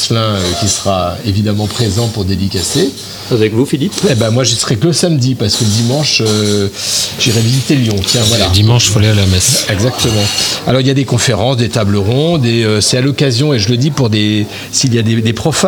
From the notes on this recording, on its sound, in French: en direct et en live de notre studio éphémère planté dans l'arrière salle du Founti Agadir